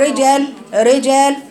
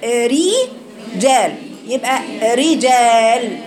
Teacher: إن الراء إذا كسرت رققت الراء قولا واحدا · Shown in: second take · سواء وقعت في أول الكلمة.